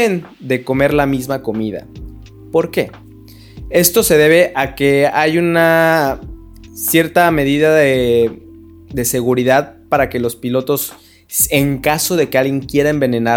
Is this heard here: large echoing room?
no